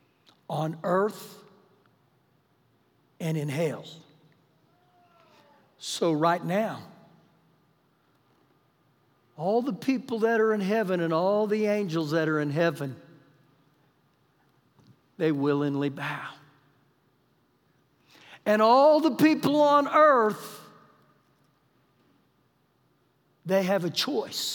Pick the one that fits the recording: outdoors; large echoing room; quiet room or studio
large echoing room